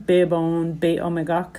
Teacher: you've got the B's and the short I versus the long I sound · Term: alliteration